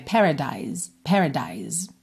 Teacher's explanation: a gente termina nesse som de S que acaba soando como um Z